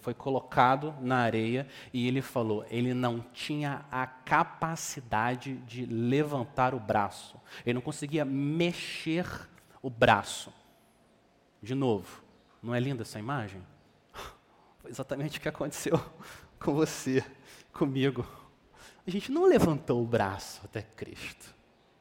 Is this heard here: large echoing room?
yes